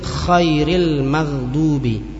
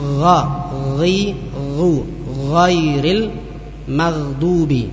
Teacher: kha dengan ghain keluar dari satu makhraj, yaitu tenggorokan bagian atas